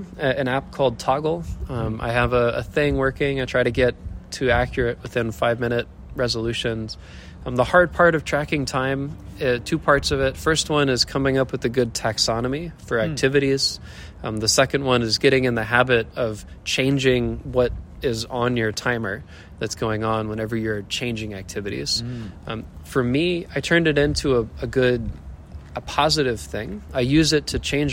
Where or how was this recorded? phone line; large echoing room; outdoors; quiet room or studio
outdoors